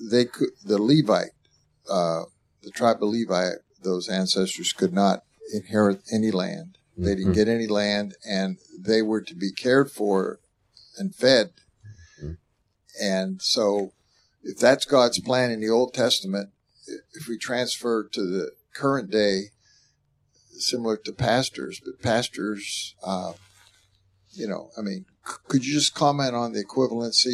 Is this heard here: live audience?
no